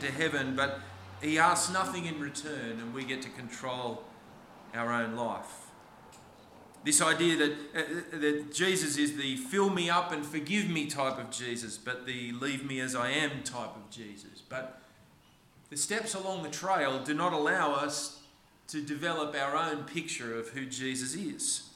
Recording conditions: large echoing room